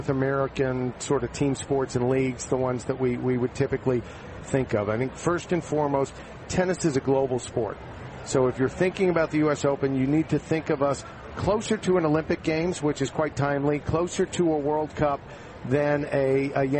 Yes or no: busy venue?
yes